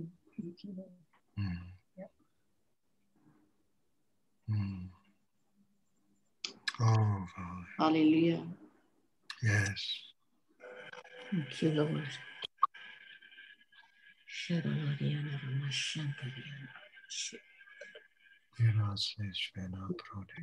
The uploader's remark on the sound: Malaysia Meets (Zoom)